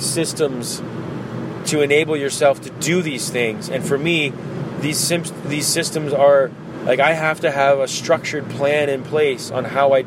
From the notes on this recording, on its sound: This is recorded today in the car. The only chance I had to record was in the car today, so my apologies for the audio!